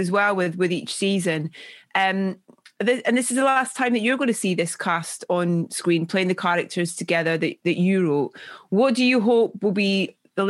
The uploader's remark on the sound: Unfortunately the team couldn’t get in a physical room together due to COVID-19 protocol, so this was recorded online.